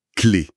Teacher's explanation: La langue est très haute, très proche des dents. Très tendue.